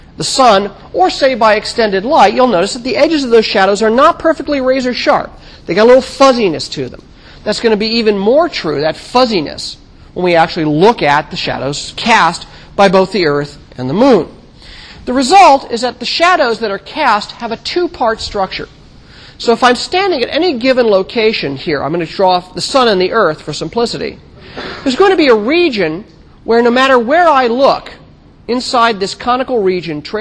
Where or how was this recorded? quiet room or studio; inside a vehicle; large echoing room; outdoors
large echoing room